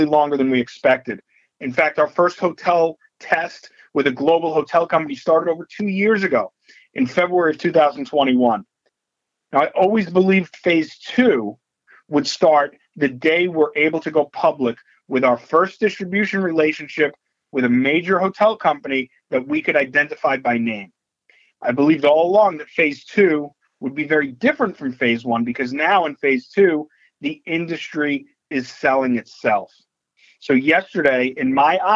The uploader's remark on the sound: Nightfood March 2023 Conference Call